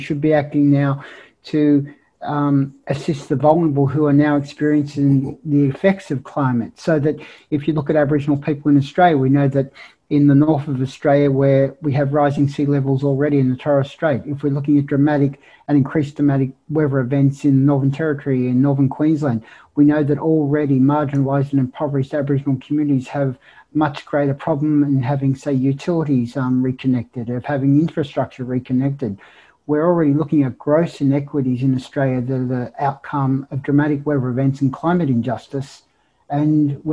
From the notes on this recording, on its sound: This event was held via Zoom on Thursday 1 July, 2021.